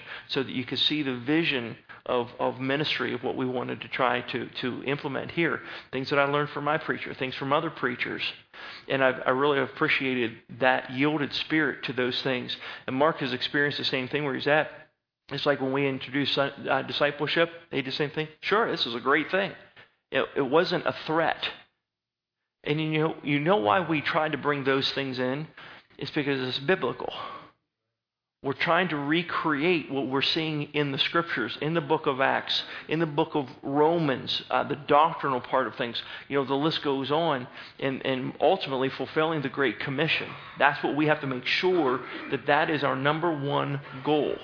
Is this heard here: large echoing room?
yes